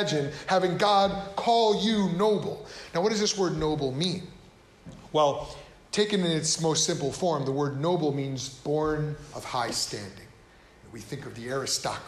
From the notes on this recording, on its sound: This episode comes from a sermon. Preached at Cross of Christ Fellowship. In Naperville, Illinois.